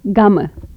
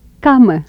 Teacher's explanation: Velar stops, voiced and voiceless.